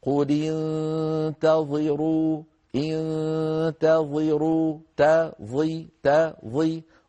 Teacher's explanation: قل انتظروا التاء مرققة الظاء مفخمة